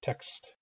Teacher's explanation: And in text, when I say text, it has a three consonant cluster at the end, KST, which is written XT, but it's actually three consonants. And I've already started pronouncing the S before I finish pronouncing the K